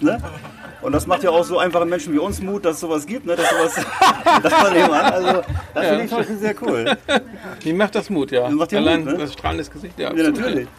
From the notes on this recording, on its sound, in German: vor waschechtem Publikum!